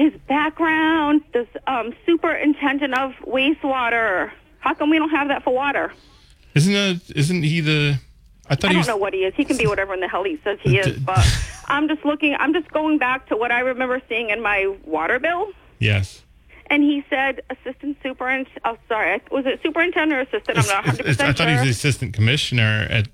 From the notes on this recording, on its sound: take calls from the audience